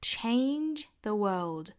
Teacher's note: 要发成 che,是一个双元音的 a 的发音、啊、也就是从 a 再过渡到一个 che.Chain 再加后面的一个鼻音 change 这个词就发对了 change the world 大家在查字典的时候呢，不管是查英式发音还是美式发音，都推荐大家用这个朗文词典百度出来的这个单词，有可能这个词的美式发音会告诉大家读一个小写的 e 的那个元音，也就是我们概念里面的应该发一个 a 的那个元音，那大家可能就会迷惑了